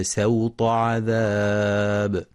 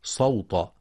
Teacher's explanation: وفي قوله سبحانه: فصب عليهم ربك سوط عذاب، يخطئ من يقرأ سوط بالصاد صوت، والصواب أنها بالسين مع مراعاة تفخيم الطاء بعدها والحذر من سحب التفخيم للسين · Shown in: first take